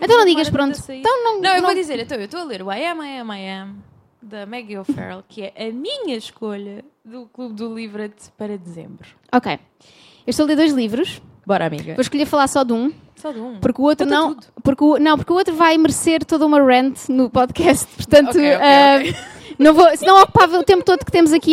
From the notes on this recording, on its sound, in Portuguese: Este episódio foi gravado ao vivo na Livraria Buchholz. E estendemos o agradecimento a todas as pessoas que encheram a casa para nos ouvir!